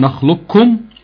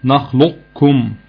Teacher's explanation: في القراءة، تبقى نخلقكم بالشد على الكاف والقاف راحت خالص، أو إضغاما ناقصا ببقاء صفة الاستعلاء في القاف · Shown in: second take